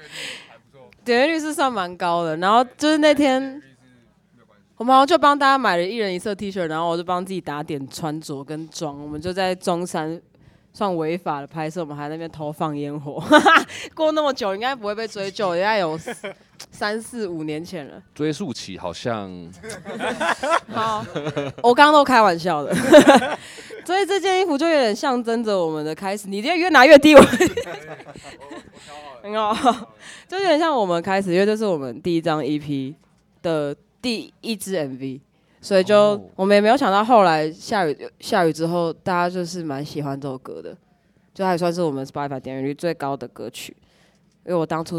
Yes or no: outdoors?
yes